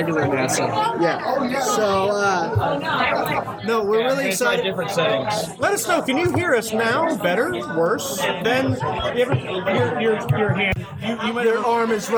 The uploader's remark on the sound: We are LIVE from Loughmillers in downtown Indianapolis on GENCON eve!